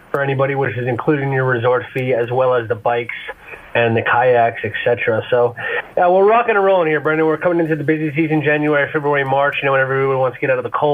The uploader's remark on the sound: calling in on the phone